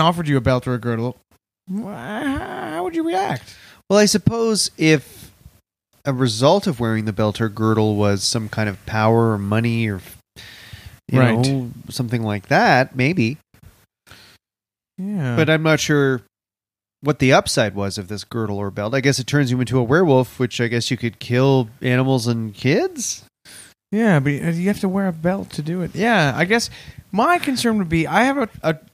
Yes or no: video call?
no